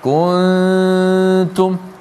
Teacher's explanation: nun bertemu dengan ta ikhfa hakiki kuntum kena dengung juga